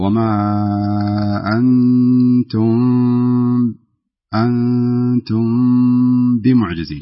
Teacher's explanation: الميم الساكنة أتى بعدها حرف الباء فيكون عندنا إخفاء